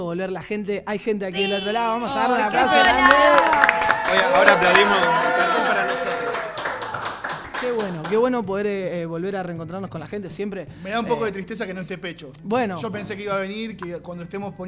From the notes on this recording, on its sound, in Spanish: Nada mas lindo que poder reencontrarnos con el público presente